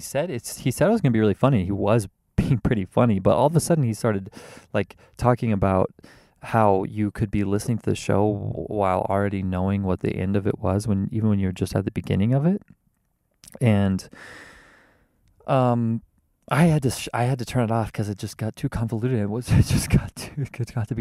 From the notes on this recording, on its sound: I do another show from the car to start.